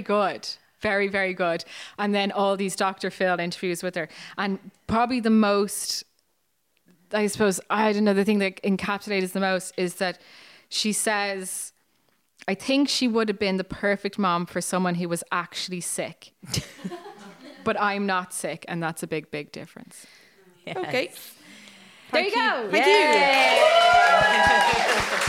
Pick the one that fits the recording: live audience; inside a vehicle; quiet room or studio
live audience